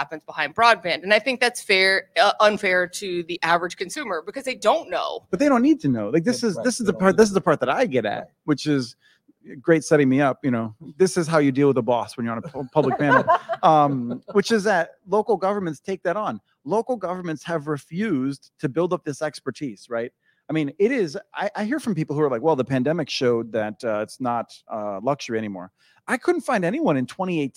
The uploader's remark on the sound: Live From the Broadband Communities Summit. At the conference’s welcome reception.